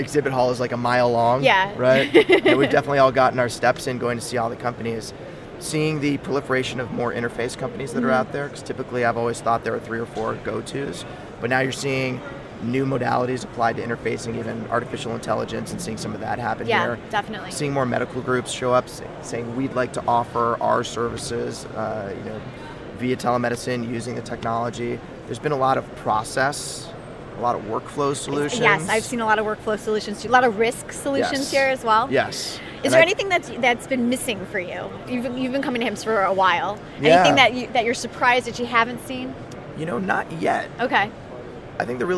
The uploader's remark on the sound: LIVE From #HIMSS17